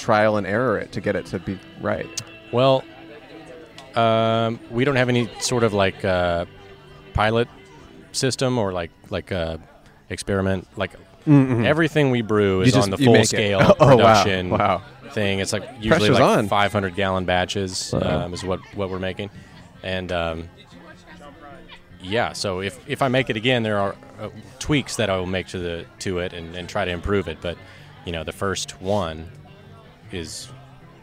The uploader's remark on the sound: wedding at the Louisville Nature Center in Kentucky